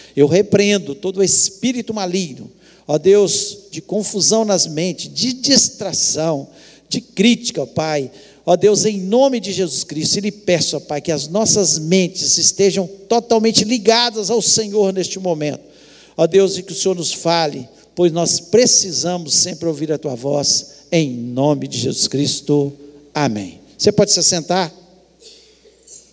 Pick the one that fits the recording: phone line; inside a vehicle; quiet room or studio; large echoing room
large echoing room